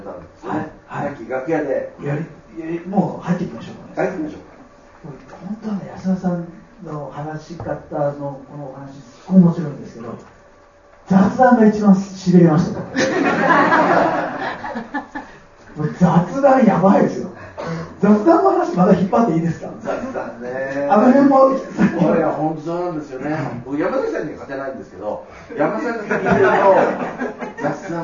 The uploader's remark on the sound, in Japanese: 貴重なトークイベントが行われました